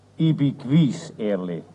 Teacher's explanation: In der Endsilbe lich wird das CH unhörbar, ausgenommen die Fälle, in denen wieder ein Vokal folgt.